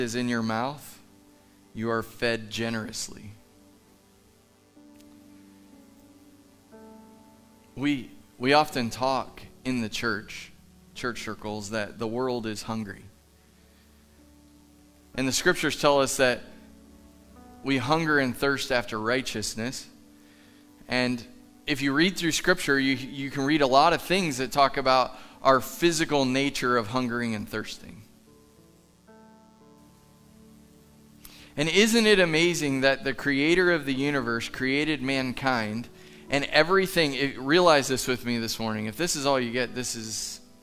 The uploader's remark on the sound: Live from The Summit Church in Dover, OH